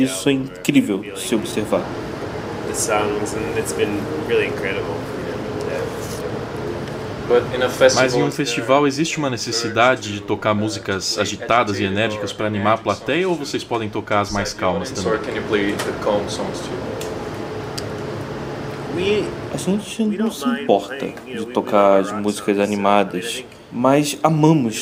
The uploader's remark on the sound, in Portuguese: Pela primeira vez em três datas aqui no Brasil, o Lollapalooza foi uma verdadeira maratona para público, artistas, jornalistas e outros profissionais ligados à música nesse fim de março. O podcast ficou nos bastidores, visitando os camarins de alguns artistas brasileiros e internacionais.